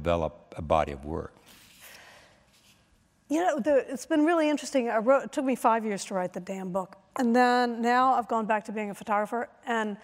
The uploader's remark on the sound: 92Y Talks. In front of a live audience at New York’s 92nd Street Y.